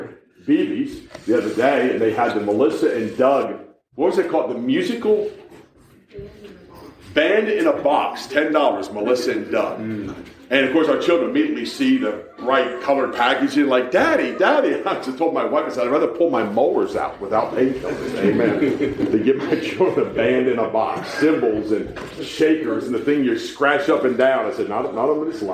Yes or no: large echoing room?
yes